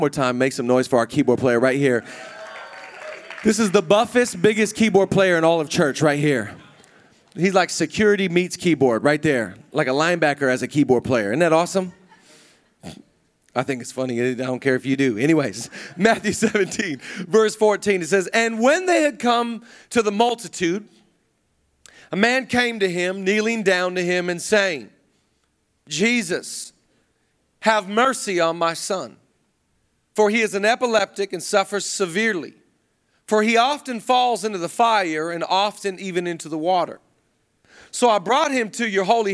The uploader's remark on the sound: Zoe Church LA. Live from the El Rey Theater.